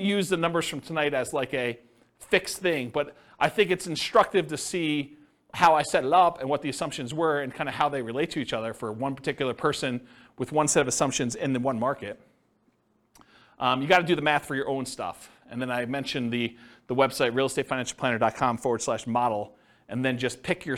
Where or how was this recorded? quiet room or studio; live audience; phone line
live audience